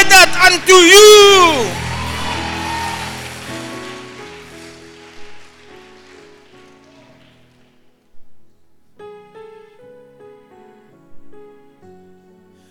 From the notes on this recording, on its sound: Preached at the Zion Sanctuary, Cape Town